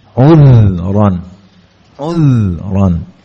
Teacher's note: Namun suara yang muncul adalah suara dari sifat yang namanya sifat rokhawah. Jadi suaranya itu mengalir.